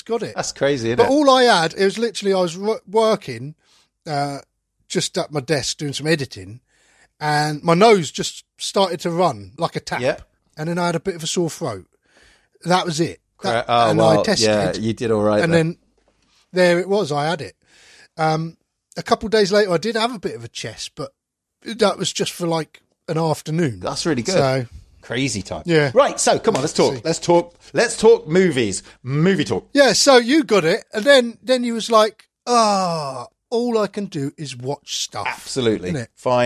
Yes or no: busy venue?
no